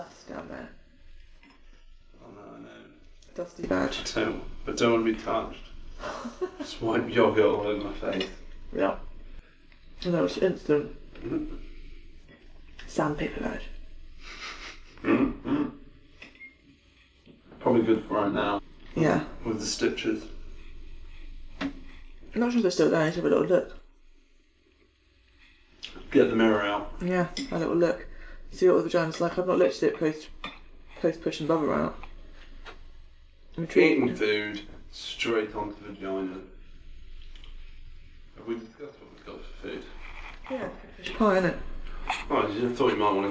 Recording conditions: sounds in the background